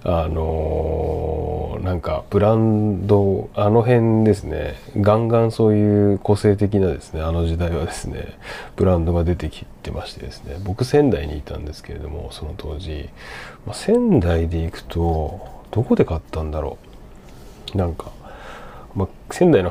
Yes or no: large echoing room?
no